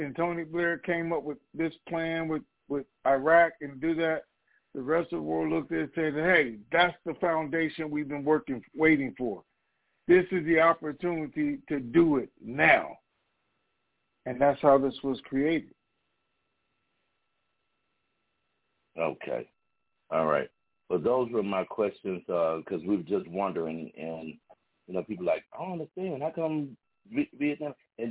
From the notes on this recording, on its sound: Conference Call